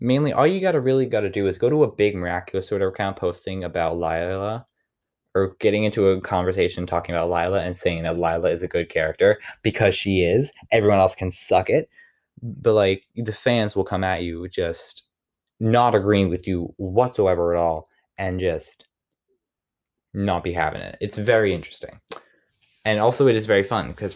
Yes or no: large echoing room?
no